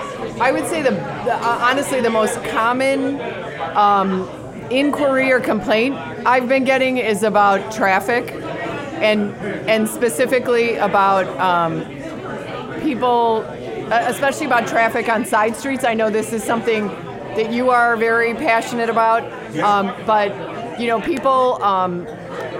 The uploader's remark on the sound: Recorded in front of a live audience! Durbins of Evergreen Park.